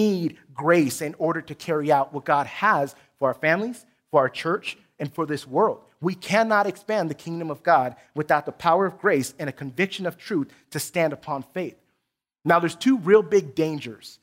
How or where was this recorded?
large echoing room